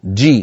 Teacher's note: هكذا الجيم الفصيحة محبوسة الصوت